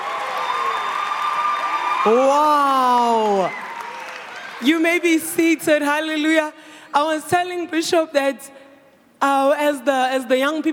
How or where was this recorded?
live audience